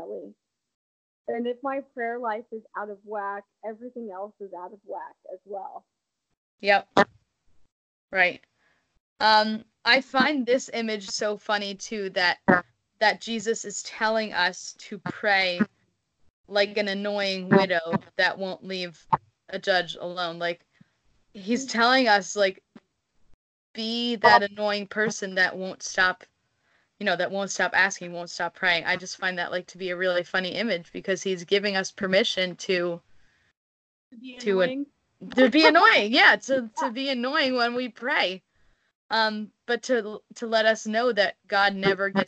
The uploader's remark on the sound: I apologize for the sound quality of this episode!